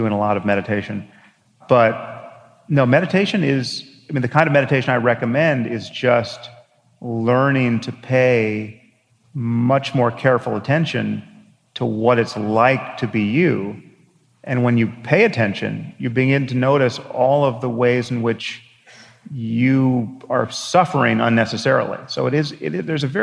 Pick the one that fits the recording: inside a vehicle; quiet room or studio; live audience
live audience